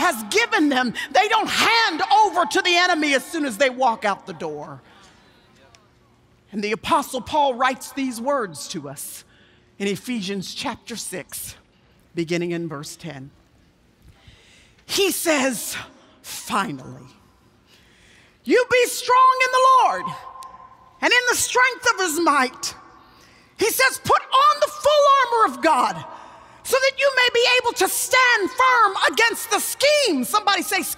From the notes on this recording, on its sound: Speaks at the 2018 Passion Conference for TBN’s Praise.